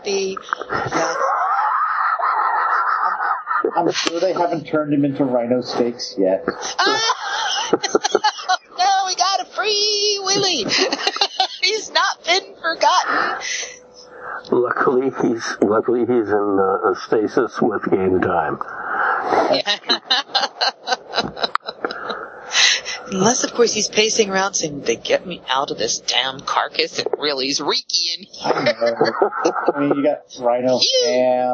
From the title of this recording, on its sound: Gutter Skypes Crackly Speaker In the Wet Snow!